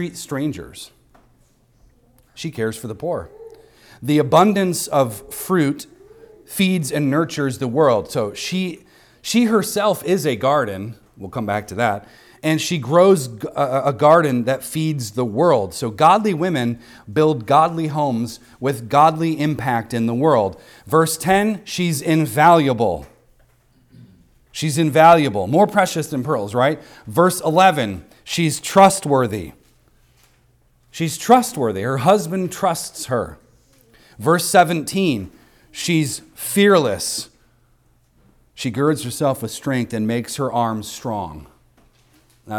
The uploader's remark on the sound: recorded on Sunday, November 12th, 2023, at the weekly worship gathering of Cross & Crown Church